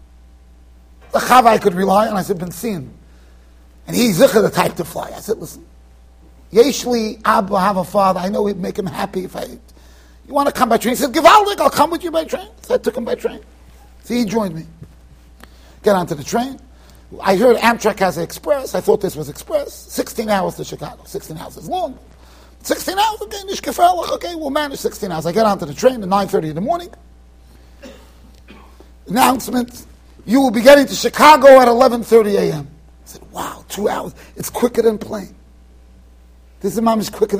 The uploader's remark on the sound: Shiur recorded in Yeshivas Ohr Reuven, Monsey NY.